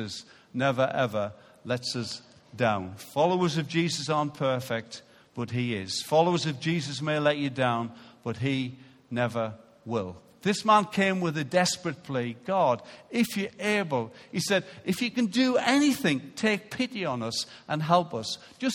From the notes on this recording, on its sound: Recorded live at Life Church Lancashire on Sunday 23rd September 2018.